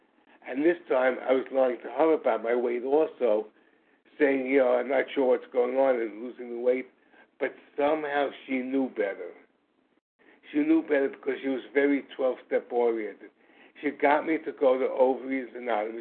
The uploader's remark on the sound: from the 100 Pounders Phone Meeting